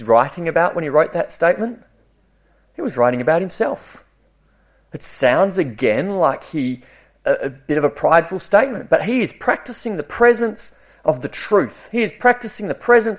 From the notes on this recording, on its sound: It was preached at Esperance Church of Christ